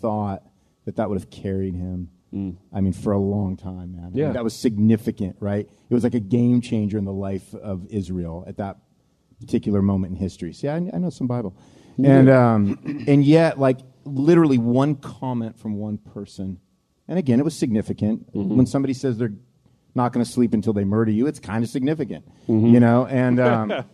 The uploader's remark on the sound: LIVE from New Albany, Indiana